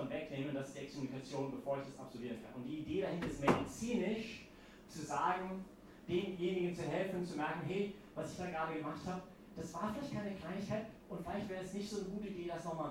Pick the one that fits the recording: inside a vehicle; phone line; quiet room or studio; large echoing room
large echoing room